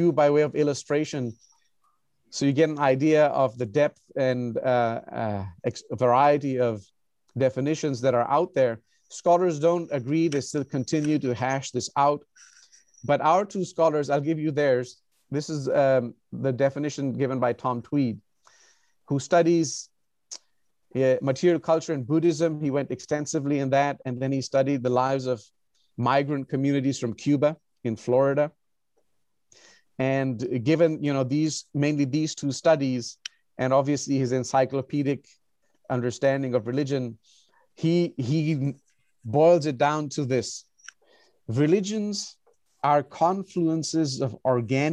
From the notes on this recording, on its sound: recorded on Zoom